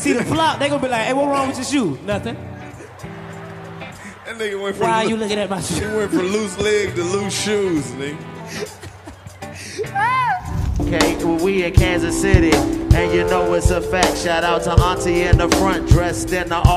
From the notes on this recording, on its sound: The coldest podcast heats up Kansas City with a classic hilarious comedy show recorded live at the Arvest bank theatre in Kansas City Missouri! The 85 south show continues the sold- out foolishness.